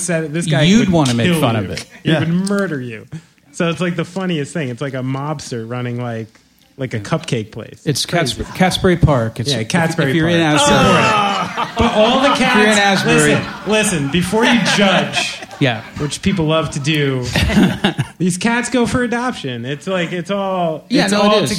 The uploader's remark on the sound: We recorded live, in front of an audience at the Knitting Factory in Brooklyn.